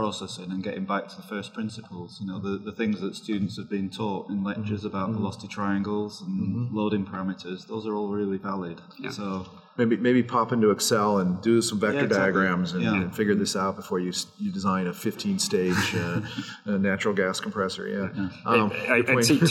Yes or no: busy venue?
yes